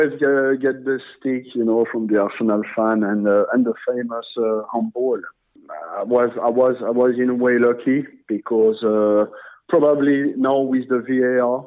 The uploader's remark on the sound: joins us on the phone